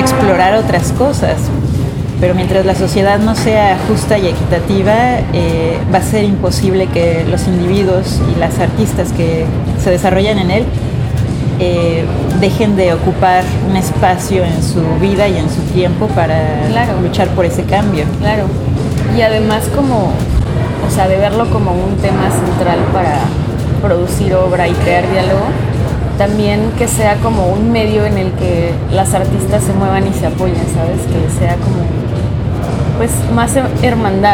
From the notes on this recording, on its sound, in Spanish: Grabada en el evento Woman Is Art desde el Hotel ME Cabo